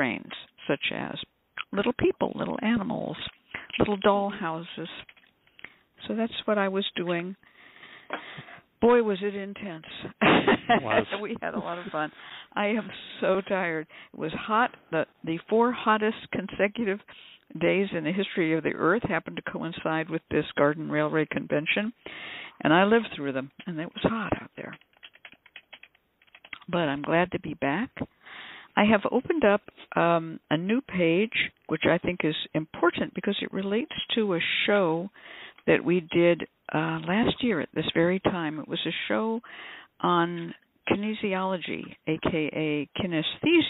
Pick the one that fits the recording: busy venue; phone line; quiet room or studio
phone line